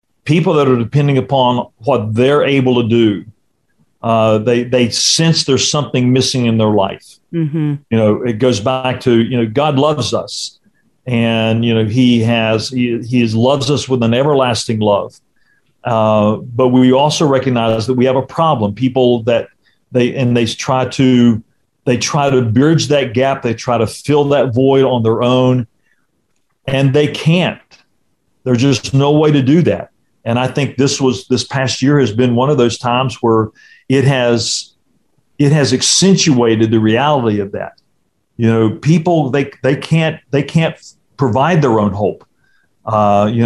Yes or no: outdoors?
no